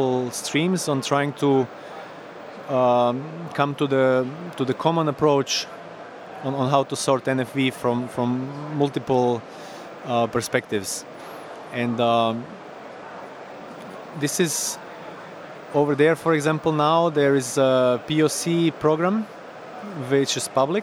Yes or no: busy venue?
yes